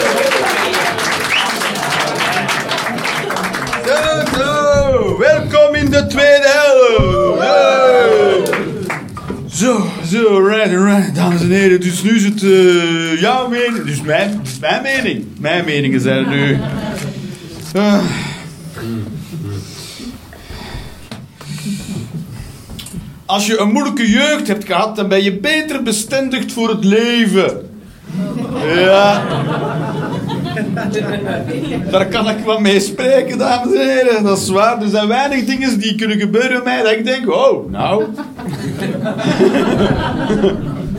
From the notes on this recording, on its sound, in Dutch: Live 29 maart 2023, Club Haug, Rotterdam